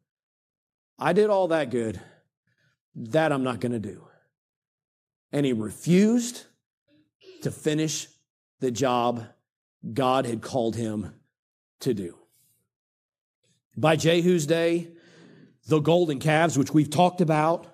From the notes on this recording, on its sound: during the Sunday evening service on October 22, 2023